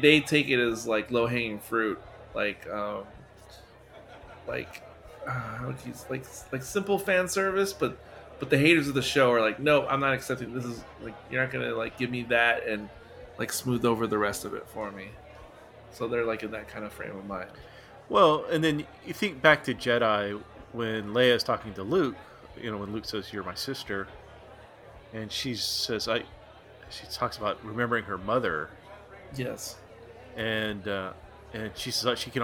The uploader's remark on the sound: This discussion was recorded in front of a live bar-side audience.